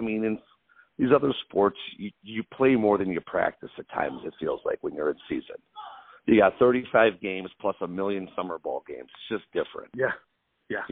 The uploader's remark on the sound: The conversation was done over the phone so the audio quality is good but not great.